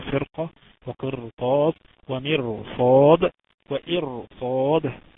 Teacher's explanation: تفخم الراء قولا واحدا لأنها ساكنة قبلها كسر، ولكن أتى بعدها حرف استعلاء مفتوح في نفس الكلمة